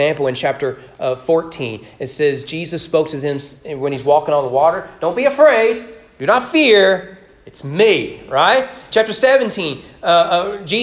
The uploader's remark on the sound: Sermon preached on Easter morning, April 17, 2022, during morning worship at East Frankfort Baptist Church